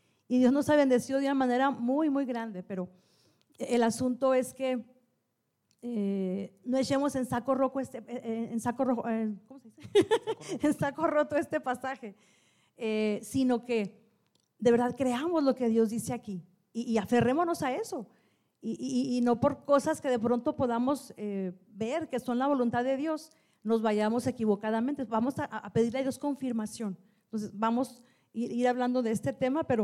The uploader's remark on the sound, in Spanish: Este fue grabado durante un evento de Navidad en la Iglesia para los jovenes.